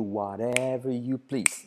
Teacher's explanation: Esa whatever, la R última casi no se dice